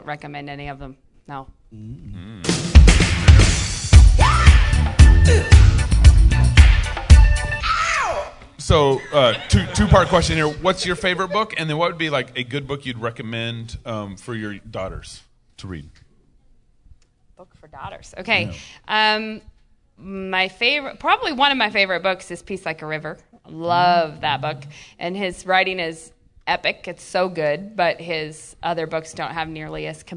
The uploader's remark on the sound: Live at G3